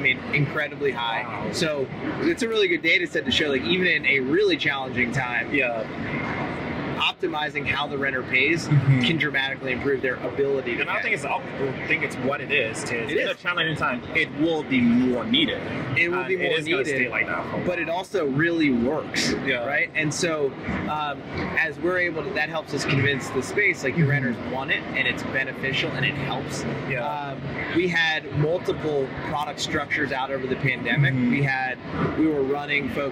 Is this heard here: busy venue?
yes